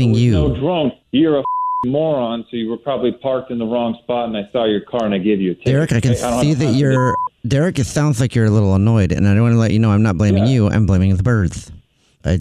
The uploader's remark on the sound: Phone Prank